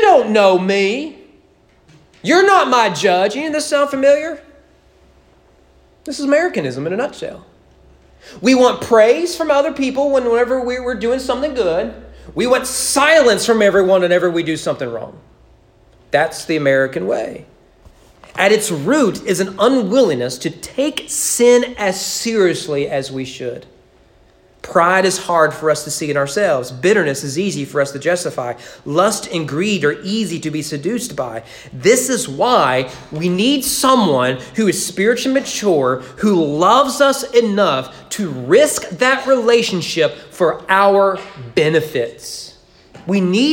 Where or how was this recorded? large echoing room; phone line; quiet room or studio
large echoing room